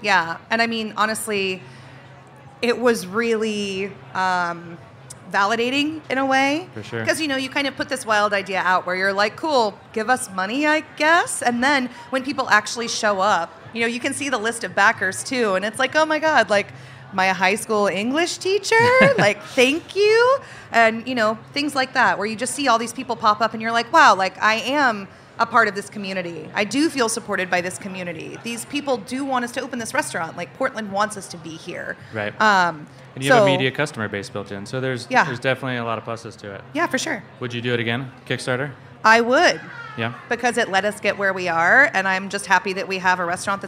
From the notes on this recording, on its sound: We sat down to chat in special live episode of Opening Soon.